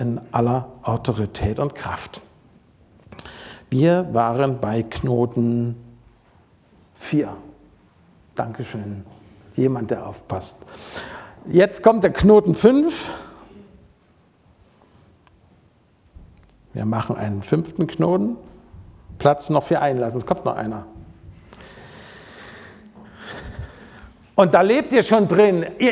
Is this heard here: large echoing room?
yes